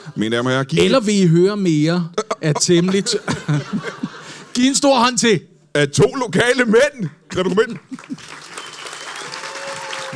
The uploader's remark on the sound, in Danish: LIVE fra Comedy Zoo i Aarhus